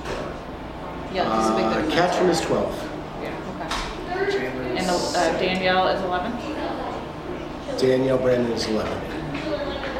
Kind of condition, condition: setting, busy venue